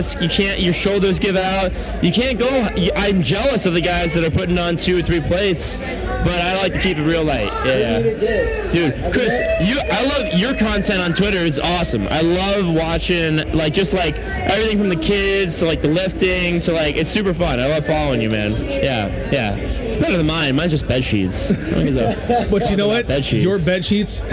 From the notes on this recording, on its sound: Some of the audio quality isn't the best, but that's what we get for trying to record a podcast during a rager!